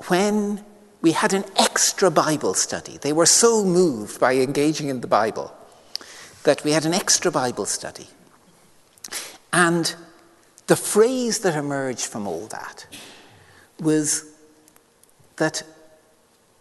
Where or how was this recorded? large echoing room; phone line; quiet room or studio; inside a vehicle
large echoing room